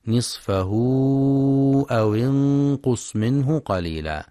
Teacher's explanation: كذلك ينتبه لكسر الواو في أو انقص في رواية حفص، فلا يقرأ أو انقص بالضم. · ينتبه القارئ لمد الصلة الكبرى، يمد بمقدار أربع أو خمس حركات في رواية حفص من طريق الشاطبية.